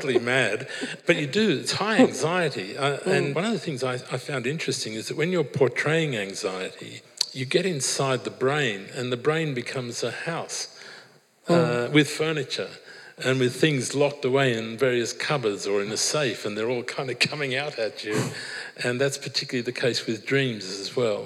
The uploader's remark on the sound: This episode features a live event recording